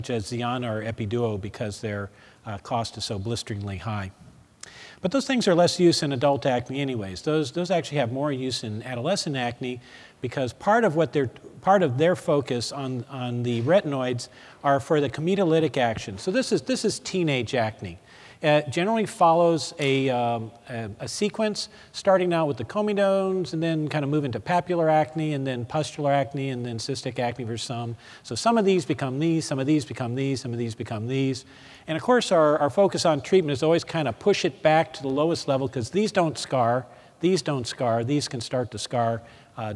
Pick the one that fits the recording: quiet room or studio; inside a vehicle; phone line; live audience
live audience